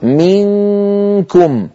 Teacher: من أيضا ينقفل المخرج عند أقول منكم، من هنا كامل الصوت يمر عن طريق الخيشوم، من طريق الفم ما عاد في شيء · Term: غنة